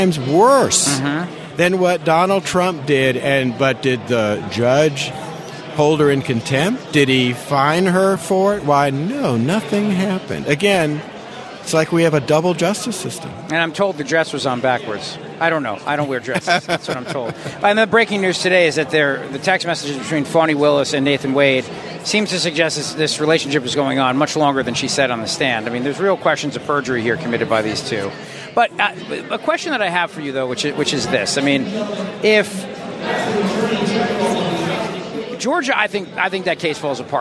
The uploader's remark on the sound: LIVE from CPAC in Washington D